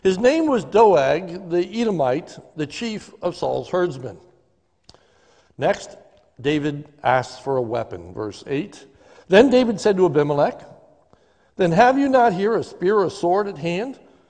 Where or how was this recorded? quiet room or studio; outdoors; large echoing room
large echoing room